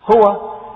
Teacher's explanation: الهاء تخرج من أقصى الحلق وهو آخر المخارج في الفم، والواو تخرج من الشفة